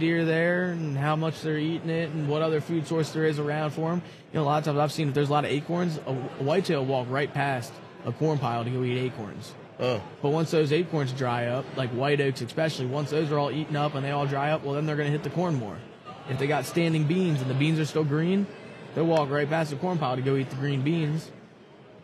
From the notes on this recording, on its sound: at the Great American Outdoor Show